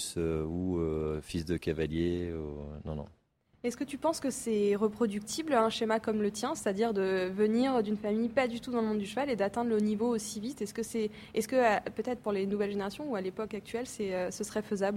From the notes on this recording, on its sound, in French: Dans ce superbe épisode enregistré à Equita’Lyon.